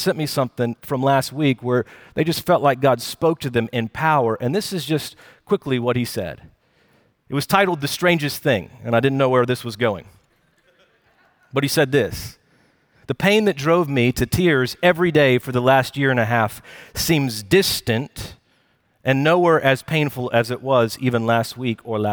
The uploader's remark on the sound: Recorded Live at Brookwood Church.